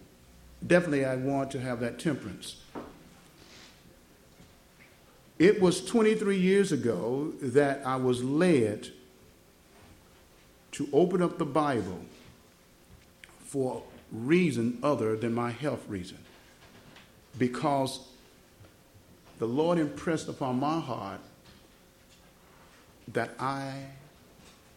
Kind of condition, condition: setting, large echoing room